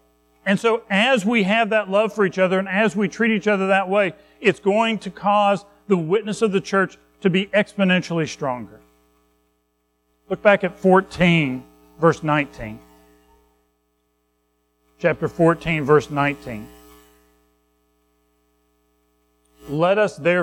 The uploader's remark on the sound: Recorded at Madison Baptist Church in Madison WV on Nov 12, 2023